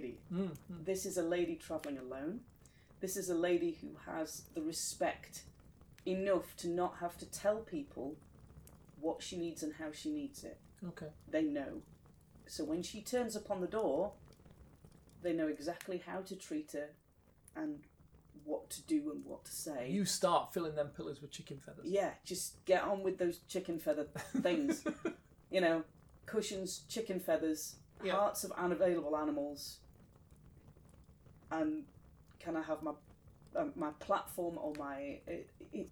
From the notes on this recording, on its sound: Background fire ambience.